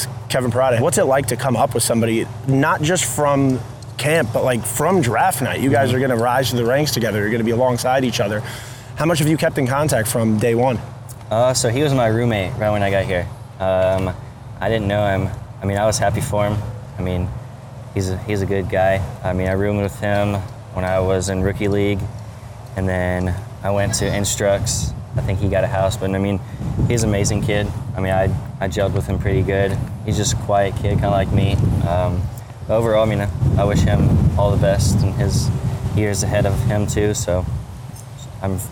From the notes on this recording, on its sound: Recorded at Spring Training